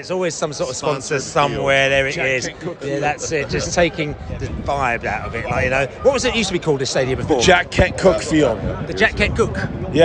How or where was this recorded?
busy venue